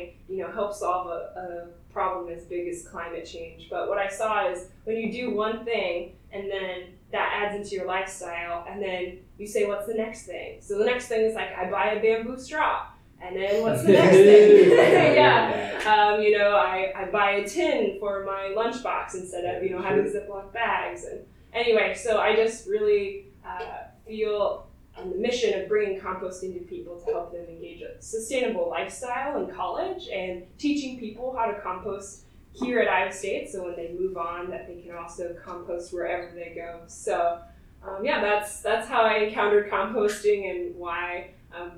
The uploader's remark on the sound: We apologize for any issues with the audio. There were technical difficulties while recording, but it will be fixed moving forward!